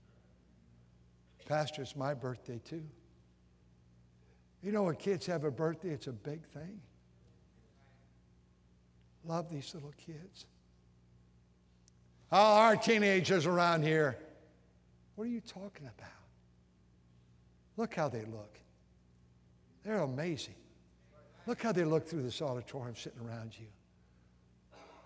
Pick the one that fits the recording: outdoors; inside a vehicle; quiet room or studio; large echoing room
large echoing room